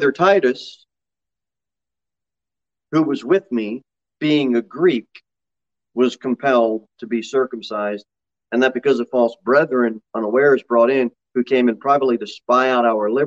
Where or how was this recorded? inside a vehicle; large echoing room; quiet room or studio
large echoing room